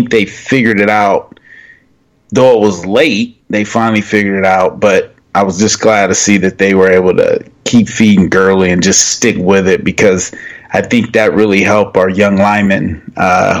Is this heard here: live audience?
no